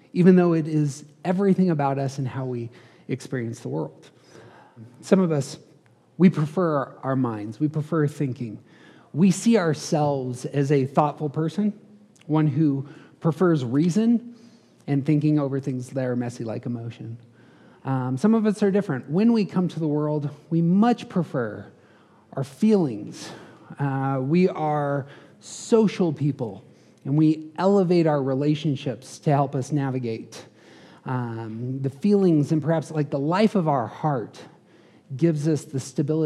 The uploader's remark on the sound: These episodes contain some of the live audio from that event.